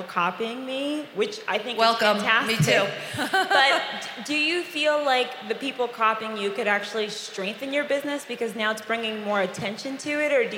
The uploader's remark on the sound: at Create & Cultivate's LA 2020 conference